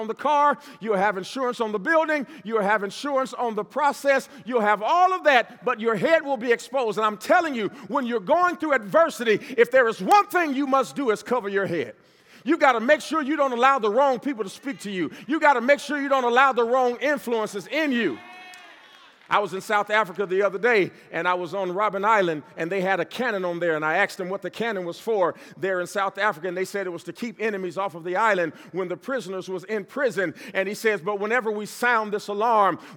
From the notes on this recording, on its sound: This segment was Originally recorded at the Power of Success Conference in Toronto Canada. A ONE DAY MEGA EVENT, entrepreneurs, teams, and leaders from all of over the country came together.